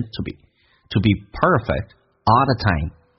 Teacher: B 长元音说成短元音